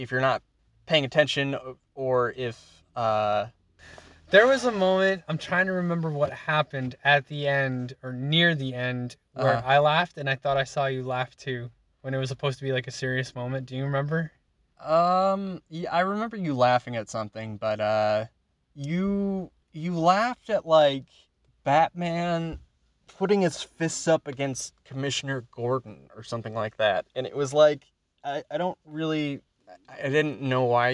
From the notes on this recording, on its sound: We review the batman movie in my car after just watching it in theaters.